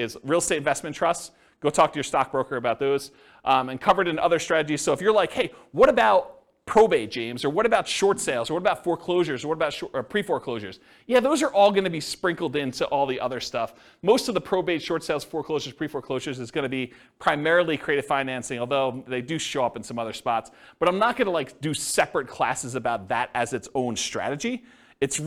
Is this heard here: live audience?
yes